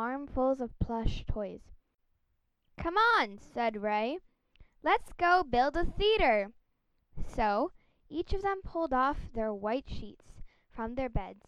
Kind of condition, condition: fault, sounds in the background